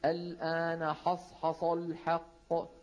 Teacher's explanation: قالت امرأة العزيز الآن حصحص الحق، لو ما انتبهنا ممكن القارئ يقول الآن حصحص الحق، حصحص تطلع معه الحروف الأربعة كلها مفخمة لمجاورتها الصاد المستعلية